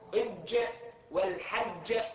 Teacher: نحو اج والحج، يعني تلاقي في وقفه، يعني يكون في شيء يصطدم به، فليس يجري في الجيم الصوت · Term: الشديد